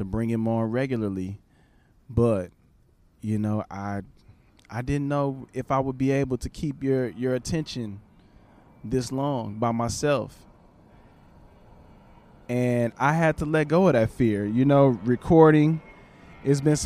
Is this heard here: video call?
no